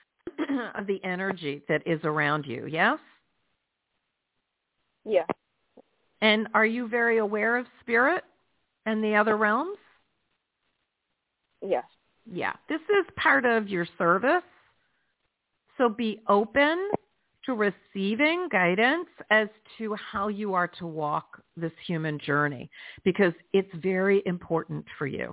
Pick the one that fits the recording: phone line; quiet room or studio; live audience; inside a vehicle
phone line